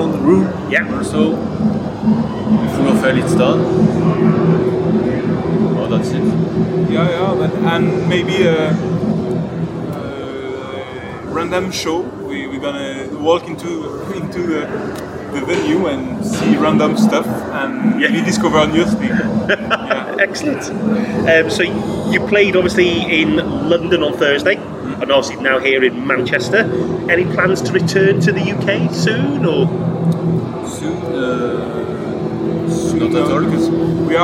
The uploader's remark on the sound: at Damnation Festival